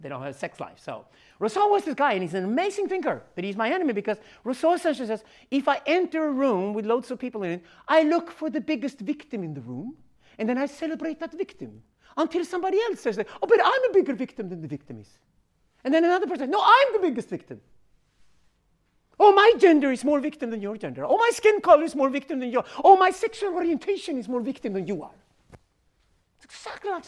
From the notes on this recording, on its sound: This keynote at the Syntheist Node's Stockholm Men's Gathering in March 2018